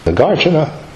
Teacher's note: The accent is on the second syllable, not at the third syllable.